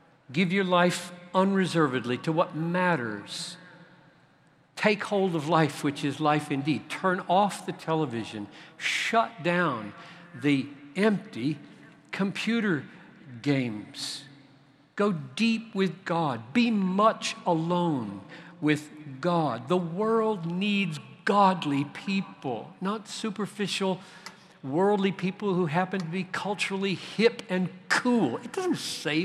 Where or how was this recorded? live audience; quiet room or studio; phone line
live audience